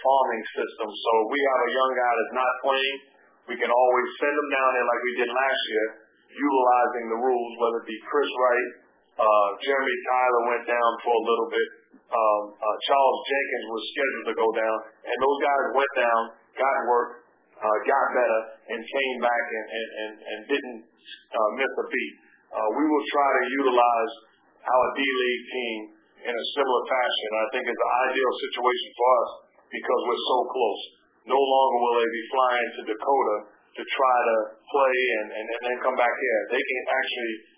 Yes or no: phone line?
yes